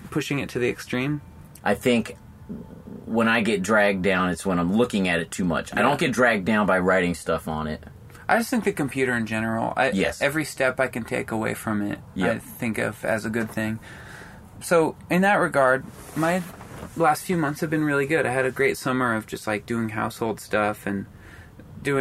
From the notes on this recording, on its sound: Outside of Neumo's rock club in Seattle. Tour van.